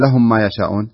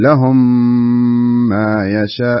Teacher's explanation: لا انتبه للإدغام، ميم بعدها ميم تصير إدغام · Shown in: second take